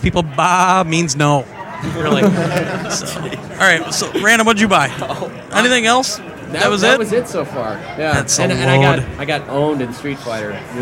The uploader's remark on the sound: Round Table discussion right from the show floor at the 2009 Midwest Gaming Classic.